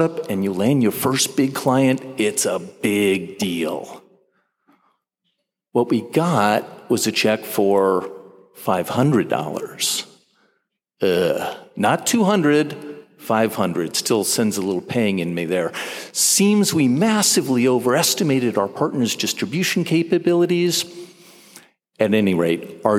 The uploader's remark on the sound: delivered the graduate commencement ceremony address